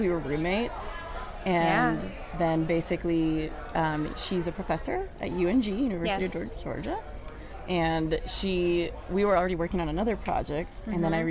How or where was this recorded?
busy venue